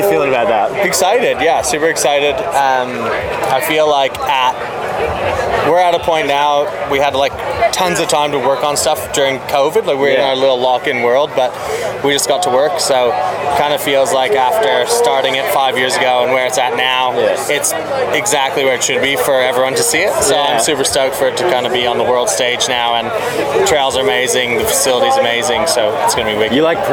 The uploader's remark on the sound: This episode is a compilation of a bunch of the interviews and chats I had with the Pro's and otherwise at Thredbo during the Cannonball Festival/National Champs!